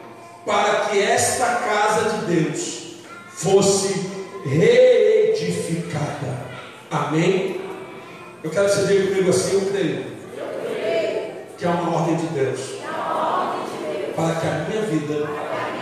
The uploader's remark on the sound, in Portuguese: Ao Vivo na Casa de Louvor.